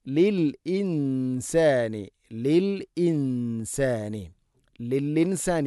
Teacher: ഇൻസാൻ മണിക്കണം, നൂനിനെ അവ്യക്തമാക്കി മണിക്കണം. ഇഖ്ഫാ ബിഗുന്നയാണത്.